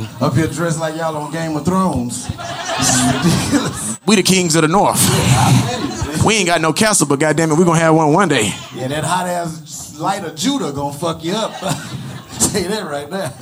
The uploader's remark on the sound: LIVE in Dallas